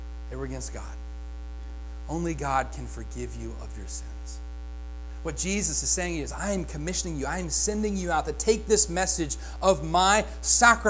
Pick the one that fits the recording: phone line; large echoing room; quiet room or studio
large echoing room